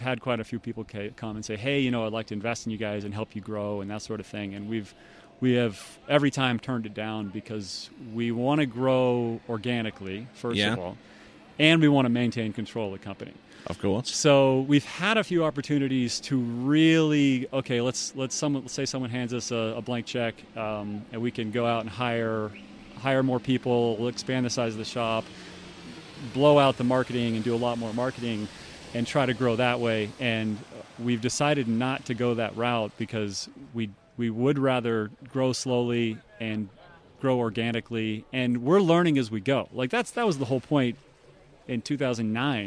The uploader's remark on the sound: This was recorded at the Syndicate Hilltop Pro-Am Slalom Tournament.